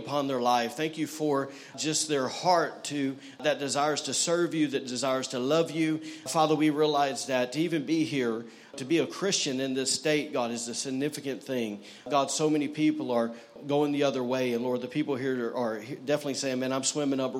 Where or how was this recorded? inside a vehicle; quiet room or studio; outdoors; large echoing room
large echoing room